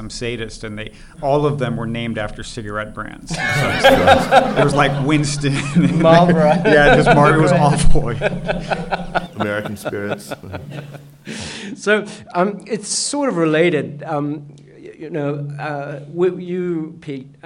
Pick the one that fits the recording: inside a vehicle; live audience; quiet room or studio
live audience